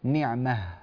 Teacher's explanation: نقف على التاء المربوطة بالهاء